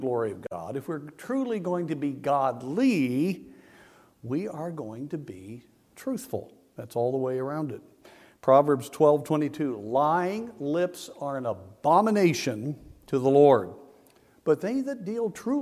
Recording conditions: large echoing room